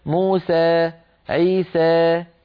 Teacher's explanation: بعض القبائل العربية تخلط صوت الألف بشيء من الياء قليلا · Term: الإمالة